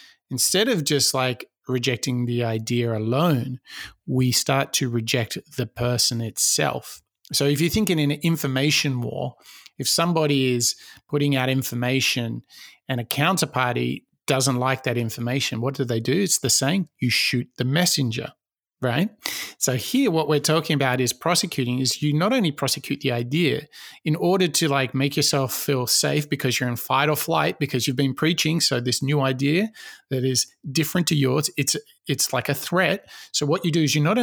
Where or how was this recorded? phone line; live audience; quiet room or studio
quiet room or studio